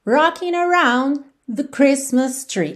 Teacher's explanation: Esse the que vem antes de Christmas tree, às vezes não aparece quase nada